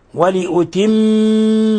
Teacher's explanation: هنا ميم مشددة فتعطى غنة مقدار حركتين، ولأتم، ولا بد من إطباق الشفتين والضغط عليهما بشدة وإظهار غنة من الخشوم، ولأتم نعمتي عليكم ولعلكم تهتدون.